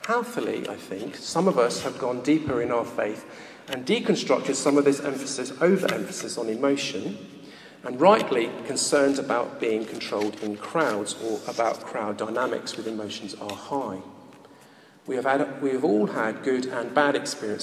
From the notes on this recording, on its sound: recorded at a Moot Community Eucharist at St Mary Aldermary Church in the City of London